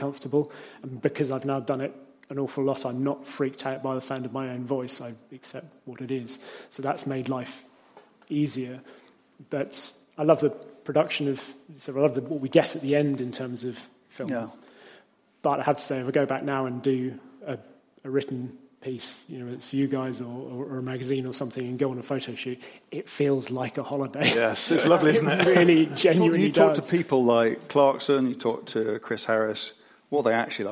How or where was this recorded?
live audience